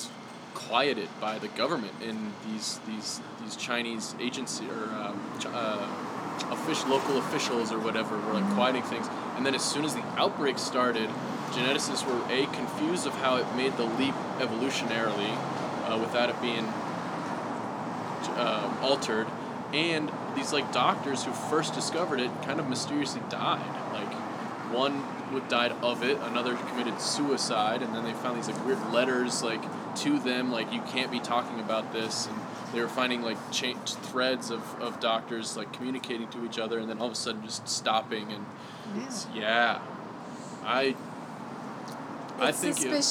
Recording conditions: sounds in the background